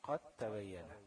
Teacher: مش هتنطق الدال، تنطق ايه؟ تاء واحدة · Term: إدغام الدال في التاء